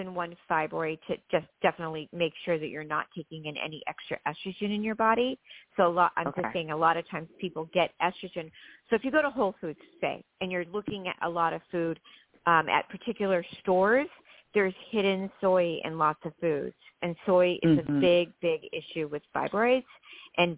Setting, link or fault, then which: link, phone line